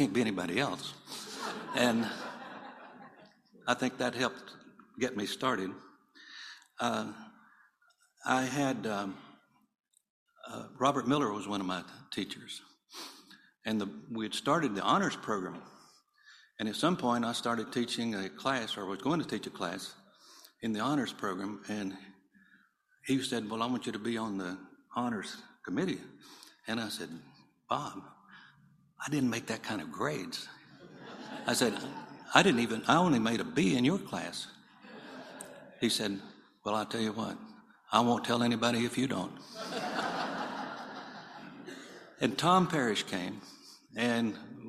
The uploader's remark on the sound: acceptance speech as a Distinguished Alumni for Baylor Line Foundation's Hall of Fame 2022